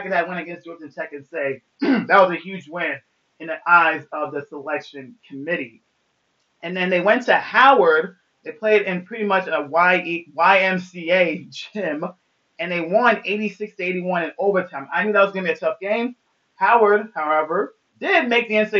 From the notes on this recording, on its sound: forgive me of the audio on this pod smh.